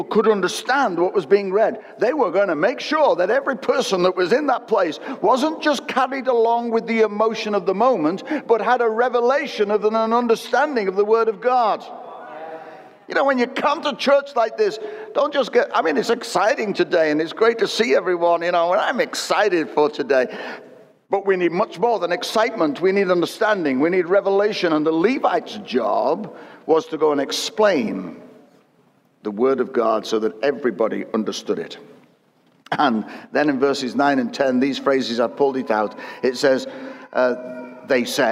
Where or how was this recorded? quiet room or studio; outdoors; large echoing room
large echoing room